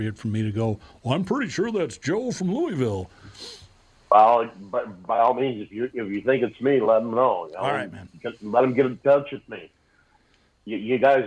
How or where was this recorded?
phone line